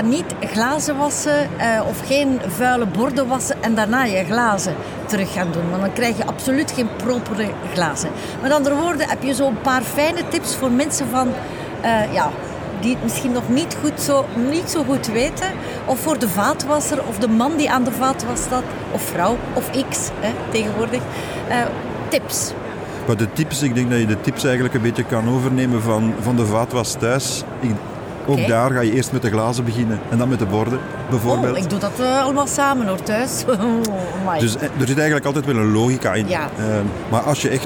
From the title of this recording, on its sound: Horeca Expo Live